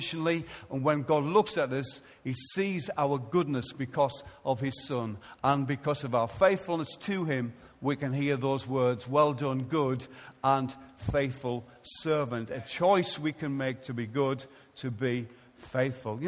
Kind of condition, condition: setting, live audience